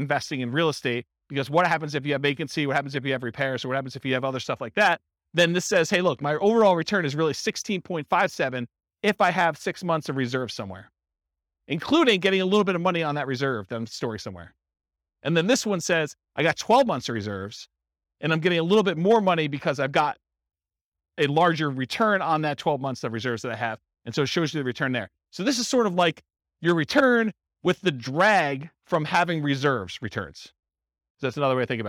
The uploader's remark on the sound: This was a live class recorded